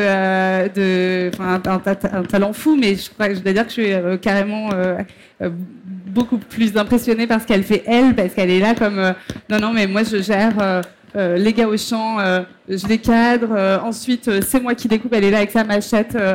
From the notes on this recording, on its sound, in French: sur la Scène Liquide, Omnivore Food Festival 2021